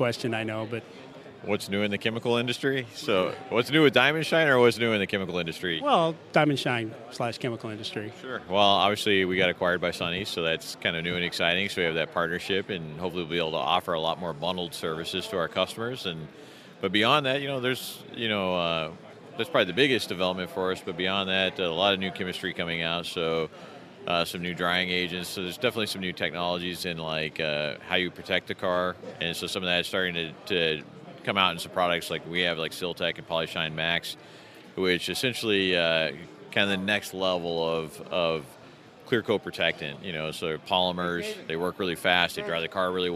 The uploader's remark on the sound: Carwash conference, an International Carwash Association (ICA) event. Conducts brief interviews on the show floor.